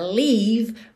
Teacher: pronunciar essa palavra leave mais horizontalzinha, leave mais cheia, mais gordinha, para ela ficar diferente de live